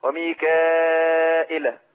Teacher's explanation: هيقول ميكائيل بالهمز بلا ياء زي بالهمز بدون ياء يعني مثلا اقول وميكائيل.